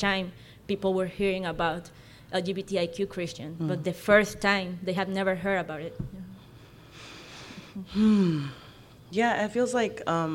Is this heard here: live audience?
yes